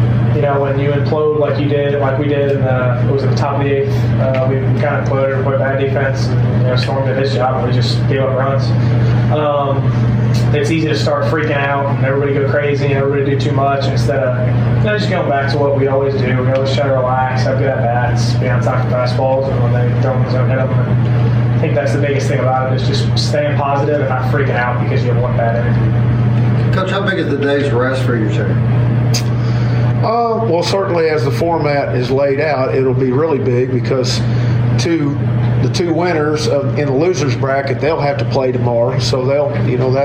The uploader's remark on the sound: Broadcasting from The Mississippi Armed Forces Museum at Camp Shelby